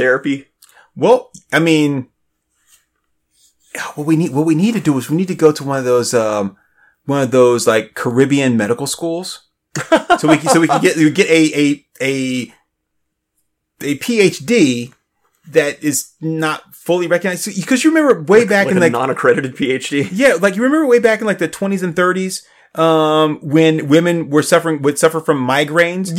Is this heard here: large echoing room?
no